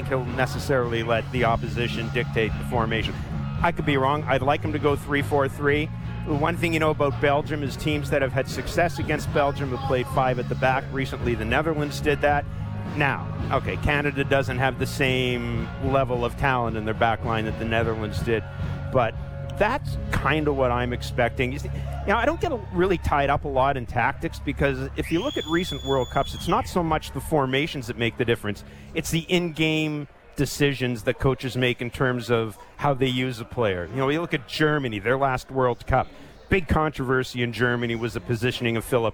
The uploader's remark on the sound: on location at Café Diplomatico in downtown Toronto